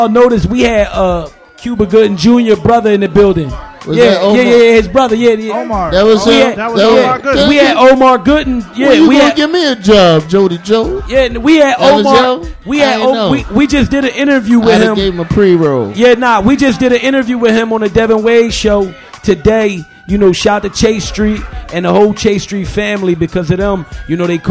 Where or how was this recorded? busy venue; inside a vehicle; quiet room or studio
busy venue